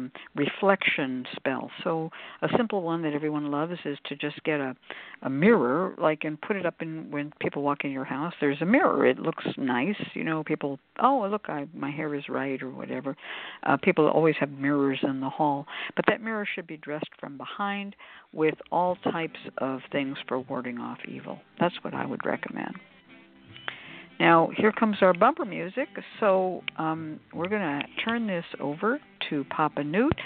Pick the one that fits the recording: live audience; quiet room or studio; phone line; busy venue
phone line